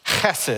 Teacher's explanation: you gotta get a little bit of that throat growl in there, right? It's a guttural.